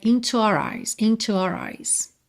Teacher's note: Muitas vezes, no meio de uma frase, assim, ele não vem todo desenhadinho our, ele vem meio are